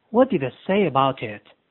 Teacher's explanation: Say 和 about 之间加上 ye